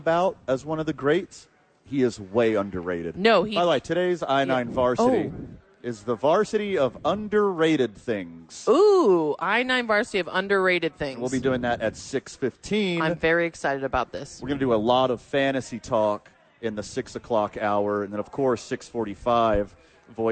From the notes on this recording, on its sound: Live from Red Door.